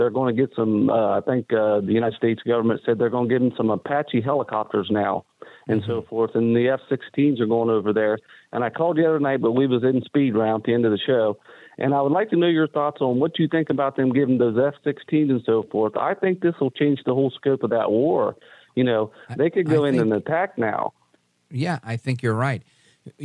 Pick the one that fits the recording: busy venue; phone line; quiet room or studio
phone line